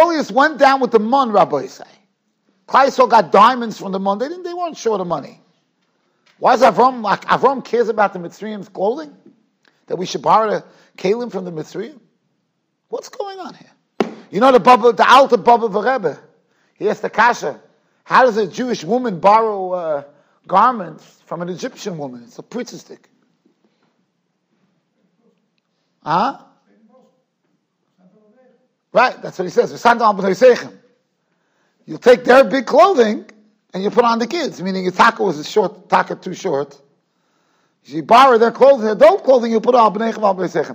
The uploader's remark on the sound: Shiur recorded in Yeshivas Ohr Reuven, Monsey, NY.